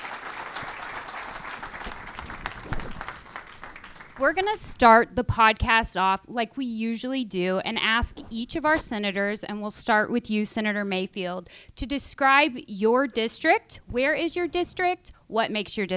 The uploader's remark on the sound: Live from Asheville! The Asheville Area Chamber of Commerce hosted a live recording of the Do Politics Better Podcast in front of an audience of over 100 people on the campus of UNC Asheville.